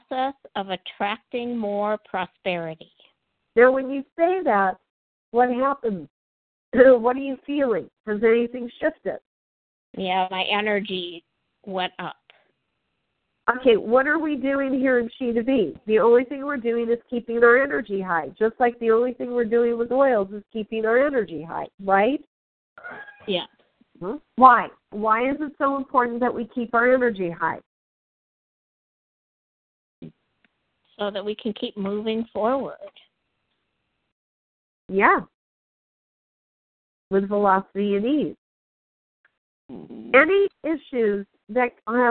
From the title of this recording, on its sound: Team SAP Conference Call